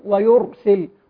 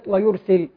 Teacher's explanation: الراء ساكنة قبلها مضموم إذا تفخم · Shown in: first take